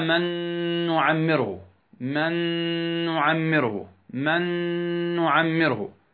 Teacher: ذهبت النون والصوت للنون الثانية وبقيت صفة ماذا الغنة صفة ماذا الغنة للنون ماذا الساكنة للنون ماذا الساكنة كقوله تعالى من يشاء.